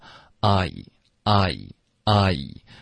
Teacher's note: I 双元音有一个滑动 I 会带一点下颚的动作